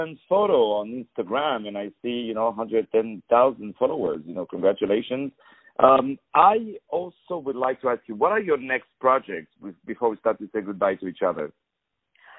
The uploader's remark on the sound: On the phone